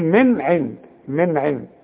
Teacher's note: هذا من نون سكنة وبعدها عين، والعين من حروف الإظهار، ما غنش هنا